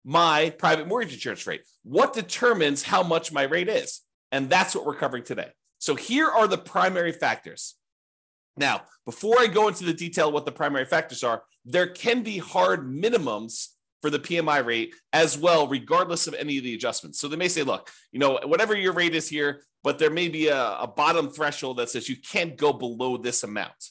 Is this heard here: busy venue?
no